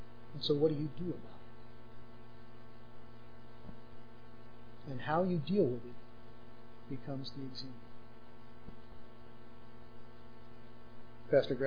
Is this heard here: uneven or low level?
yes